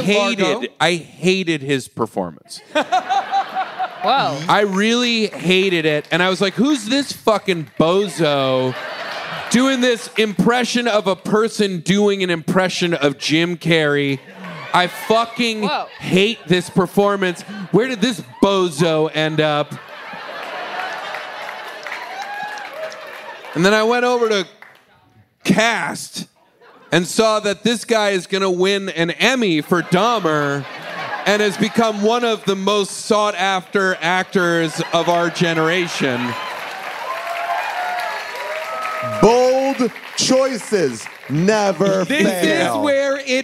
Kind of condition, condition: setting, live audience